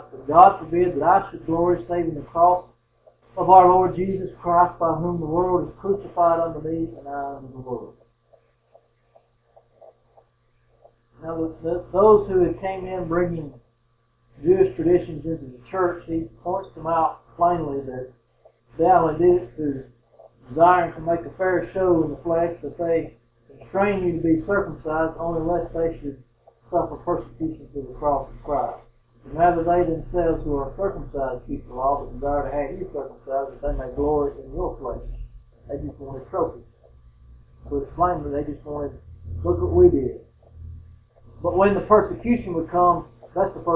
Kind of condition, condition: fault, poor sound quality